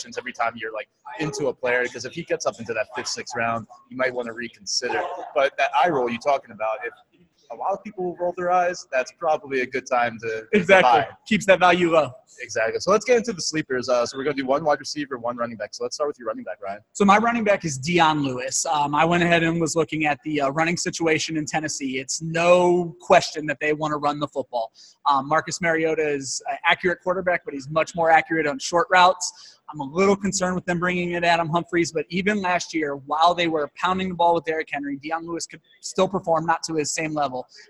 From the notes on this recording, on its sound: LIVE From the Midwest Fantasy Football Expo. This episode takes place live at the Midwest Fantasy Football Expo.